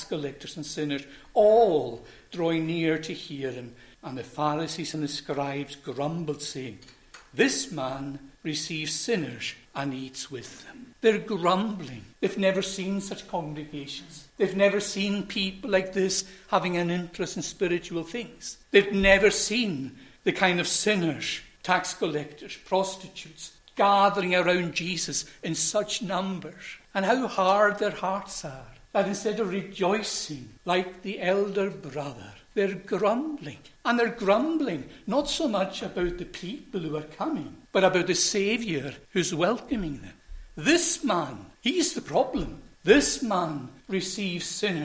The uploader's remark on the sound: recorded at North Harris Free Church on the evening of Friday, 15th September 2023